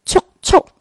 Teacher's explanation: 是一个入口韵，就是最后是需要停顿一下的